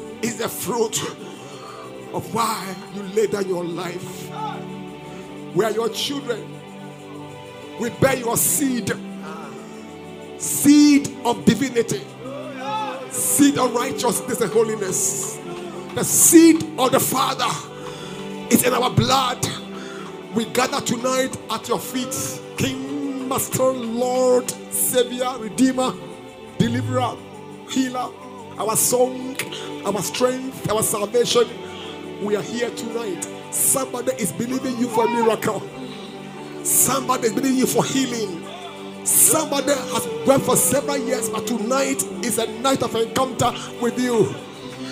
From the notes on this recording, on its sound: Preached at LCC Goshen